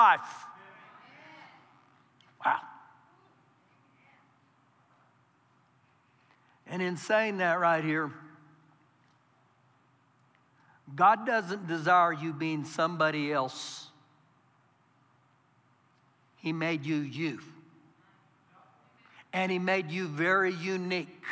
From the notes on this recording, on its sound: Recorded live during our Sunday morning service